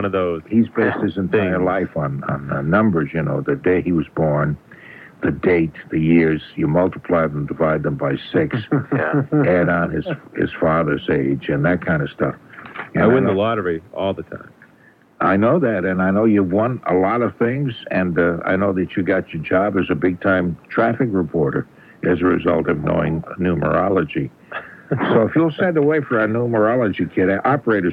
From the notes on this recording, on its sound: I’m on the phone from home. Producing and playing in studio.